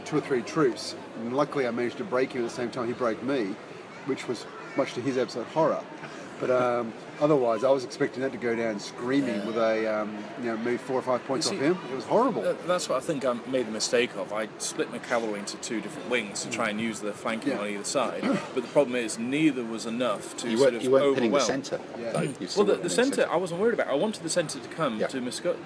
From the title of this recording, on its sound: live from the (tapas bar) table-top in Spain